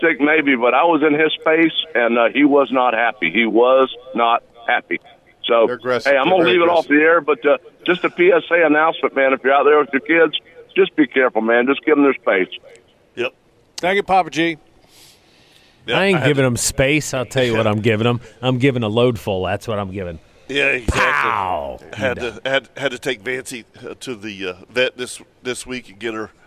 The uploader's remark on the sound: LIVE From the Jacksonville Boat Show! The guys were broadcasting live from Boat Central for this episode!